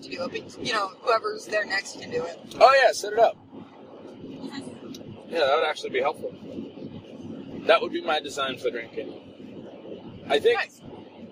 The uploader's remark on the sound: My better half and I record while driving to Utah.